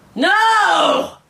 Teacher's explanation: the first two notes could be a third apart, while the last two notes could be a seventh apart. We say no in that kind of notes, and then we can say it like this. · Term: auxiliary notes